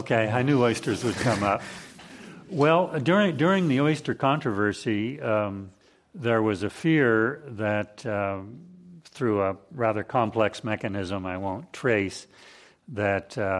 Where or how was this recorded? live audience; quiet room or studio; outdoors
live audience